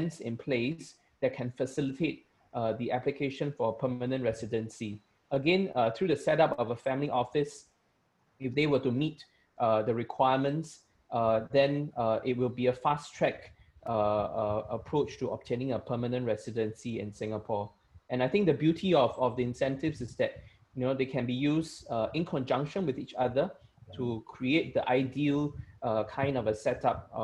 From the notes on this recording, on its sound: Webinar audio recording dated 2 Sep 2020.